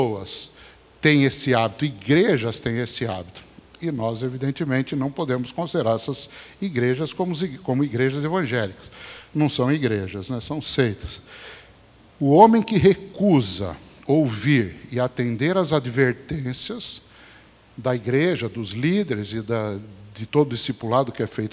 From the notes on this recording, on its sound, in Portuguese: Mensagem gravada na Igreja Batista Jardim Minesota